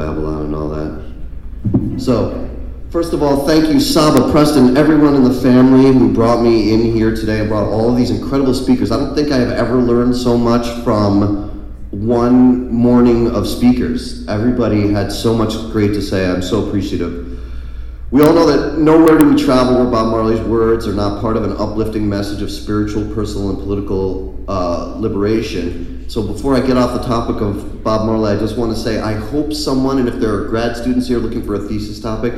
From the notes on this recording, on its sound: speaking at Kaya Fest 2018 in San Bernadino CA.